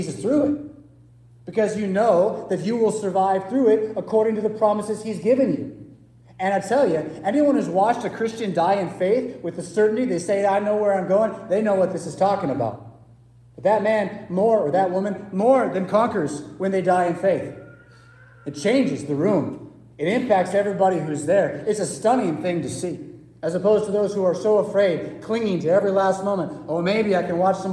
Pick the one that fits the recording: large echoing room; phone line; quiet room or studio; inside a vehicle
large echoing room